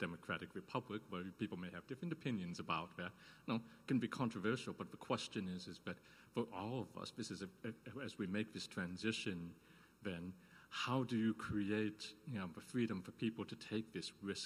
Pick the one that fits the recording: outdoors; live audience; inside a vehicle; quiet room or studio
live audience